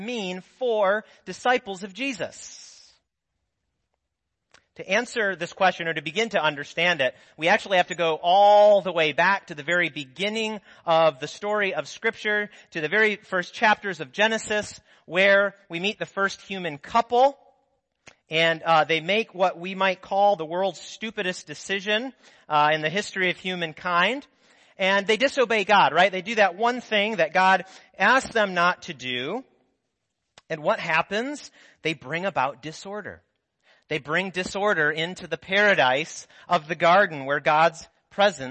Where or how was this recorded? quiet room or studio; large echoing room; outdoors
large echoing room